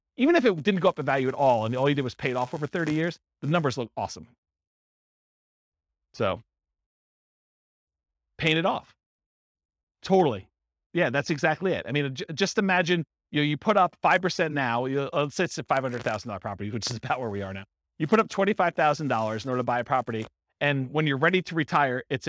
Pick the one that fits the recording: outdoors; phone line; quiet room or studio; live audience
live audience